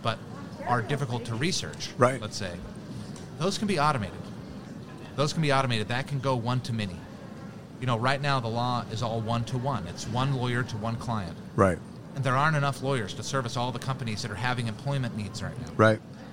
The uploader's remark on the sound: Live from SHRM 2022